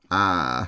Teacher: So it's front open unrounded